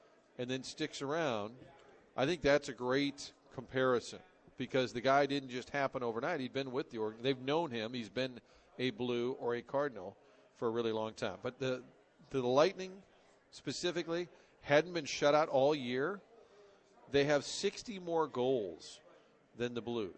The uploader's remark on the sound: broadcasting live from the STL Golf Expo